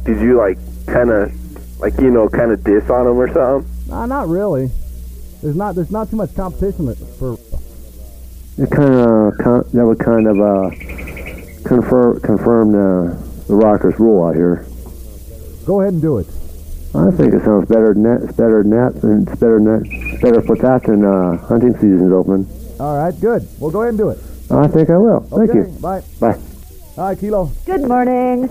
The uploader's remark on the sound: A Day's Worth Of Raw Phone Calls From The Mid 1990's. When Rockers Would Call KILO They Would Be Recorded On A Big Ass Reel To Reel Tape. While Digging Though The Piles Of Tapes We Came Across An Unmarked Box That Contained A Full Day Of Phone Calls, Some That Would Be On The Air And Some That Didn't.